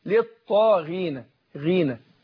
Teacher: يبقى الغين تاثرت بالكسر اهي رغم ان حرف مفخم حرف مستعلي إلا أنه تأثر بالكسر